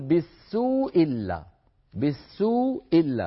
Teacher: أبو عمرو يحذفها بالمرة، فبدلا من أن يقول بالسوء إلا يقول بالسوء إلا، بالسوء إلا، يعني ما يبقى إلا همزة إلا، وهمزة بالسوء تسقط، فهنا غيرت الهمزة بالحذف.